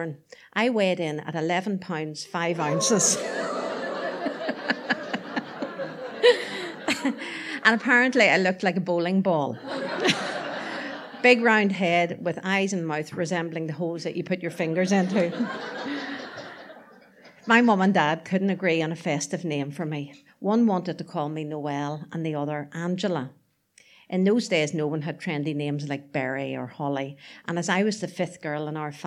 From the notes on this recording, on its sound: Recorded on 17 January 2024 in the Black Box, Belfast. Tenx9 is a live storytelling event where nine people have up to ten minutes each to tell a true story from their own life on a particular theme. It began in Belfast in 2011 in the Black Box.